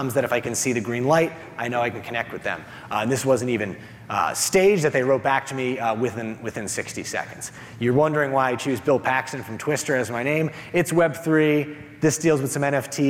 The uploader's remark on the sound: replaying his session from the Retail Innovation Conference & Expo 2023